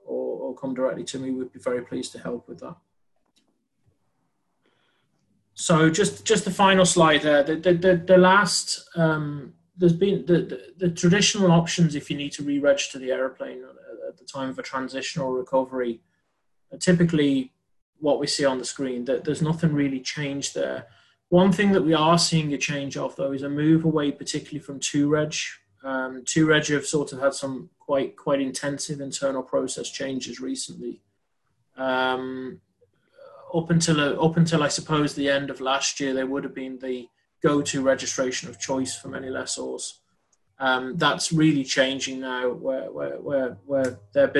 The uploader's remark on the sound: This is the recording of the 4th APTN aircraft lessor, VP Technical and APTN Enterprise members Zoom Call